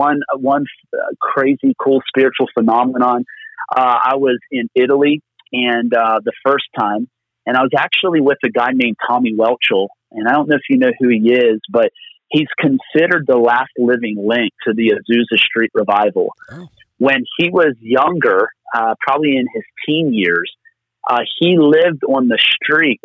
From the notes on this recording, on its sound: Location: Phone. From Pennsylvania.